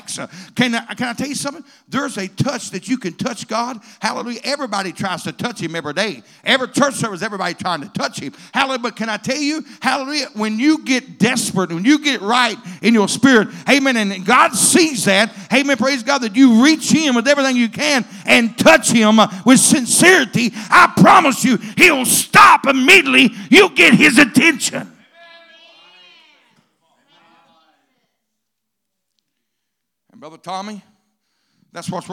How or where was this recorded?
large echoing room